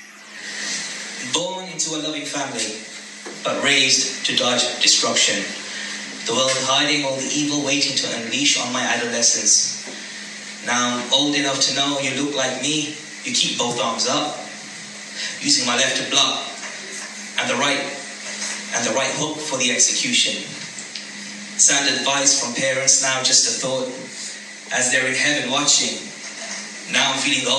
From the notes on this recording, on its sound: It was performed live at poetry Jam at Wylands Yard in Birmingham.